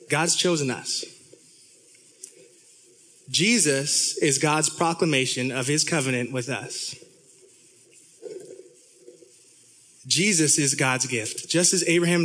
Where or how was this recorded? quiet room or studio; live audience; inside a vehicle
live audience